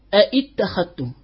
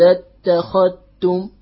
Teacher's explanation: تحذف همزة الوصل وتبقى همزة الاستفهام مفتوحة · Shown in: second take